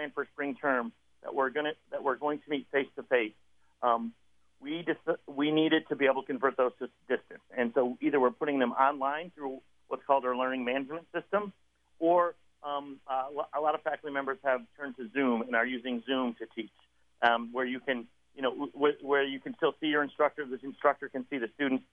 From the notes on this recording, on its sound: interview